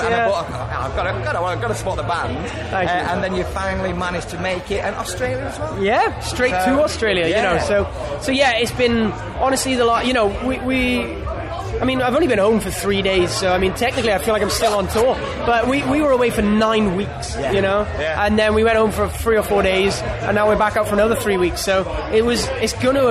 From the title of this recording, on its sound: TURS at Download Festival 2022